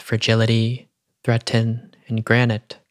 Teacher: These T sounds are unvoiced, meaning they don't use the larynx when sounded out. The larynx is the muscular organ that contains our vocal cords, and it's almost as if the larynx can't be used, as it were, to stop the danger spoken about in the poem.